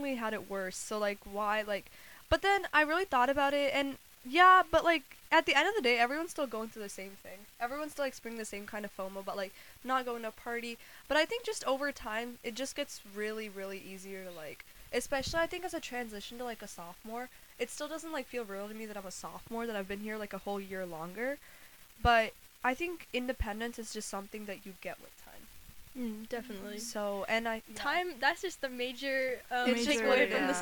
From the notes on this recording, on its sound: Sorry about the white noise in this episode : we're still figuring out mic stuff.